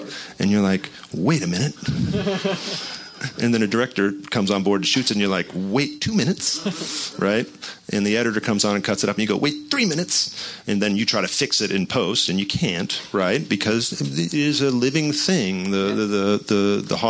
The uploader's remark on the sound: Recorded at Book Soup in Los Angeles on March 10, 2017.